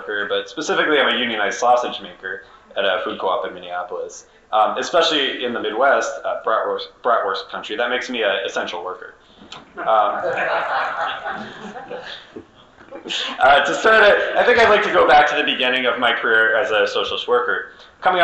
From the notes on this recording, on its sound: session recorded at Socialism 2022